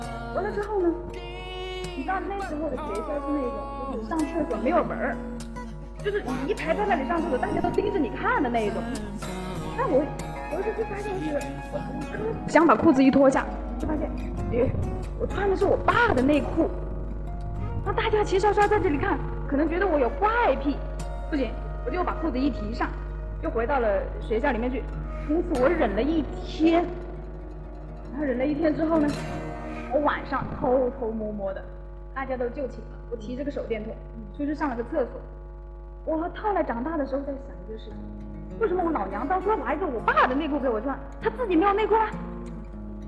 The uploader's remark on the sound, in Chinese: 今天的录音有点技术失手，各位听觉恐怕要吃点力了